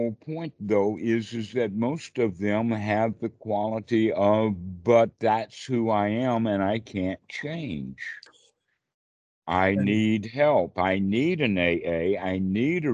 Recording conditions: video call